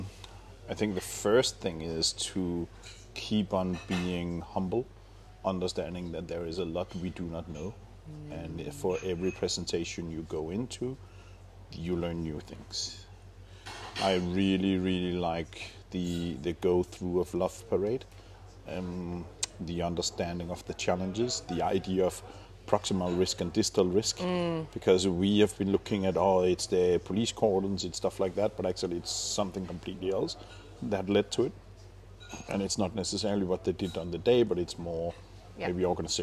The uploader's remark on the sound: Welcome to my first in person podcast episode. As this is recorded live in the RheinEnergies Stadium, there are background noises of talking, bottle crates and the Football Club’s mascot reminding us of session start times.